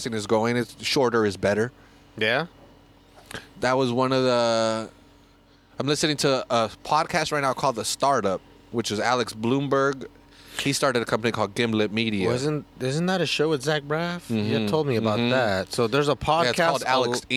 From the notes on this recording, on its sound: Go to Alvarado Street to drink a record a podcast.